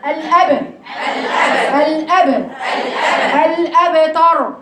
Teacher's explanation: الباء ليست مكسورة ولكنها ساكنة قلقلة في مكان الحرف